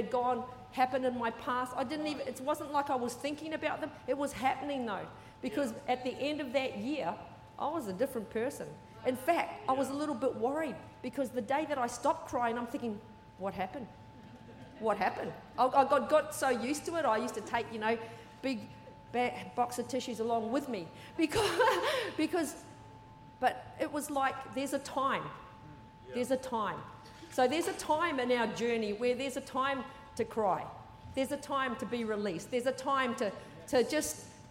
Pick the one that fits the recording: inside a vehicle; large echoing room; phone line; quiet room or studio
large echoing room